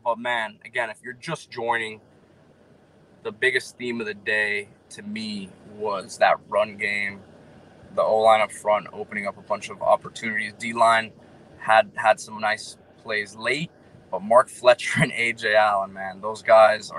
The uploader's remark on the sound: live from the West 12 parking lot at Hard Rock Stadium